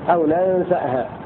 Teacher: بفتح النون الأولى وفتح السين وهمزة بعدها همزة ساكنة